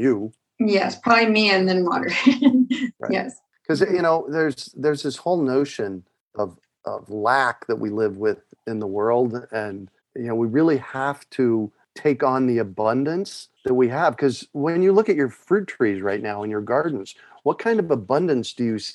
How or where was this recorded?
video call